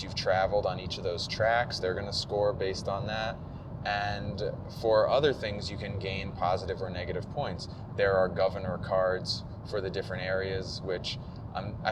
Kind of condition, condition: setting, inside a vehicle